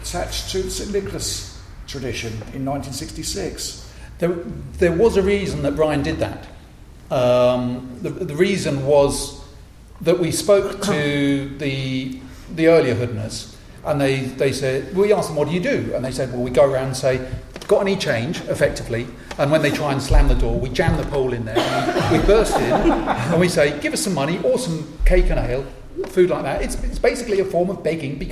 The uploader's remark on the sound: The Folklore Podcast presents a recording of a panel discussion hosted at Maidstone Museum. This panel was presented as part of a museum exhibition entitled "Animal Guising and the Kentish Hooden Horse". The recording was provided for broadcast by Maidstone Museum.